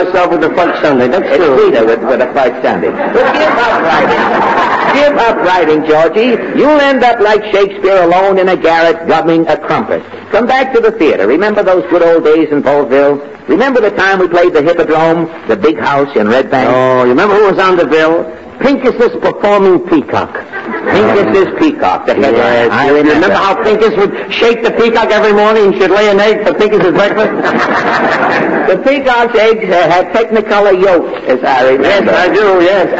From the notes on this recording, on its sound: Audio is a bit overdriven. I checked other sources, and it’s the same mushy quality no matter where I look.